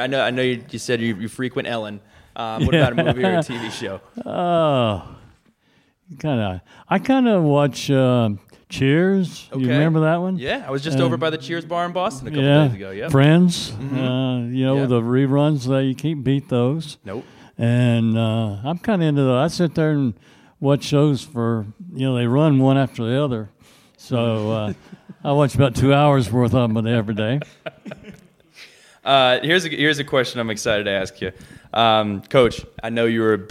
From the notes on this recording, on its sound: Live from the University Club at Virginia Tech.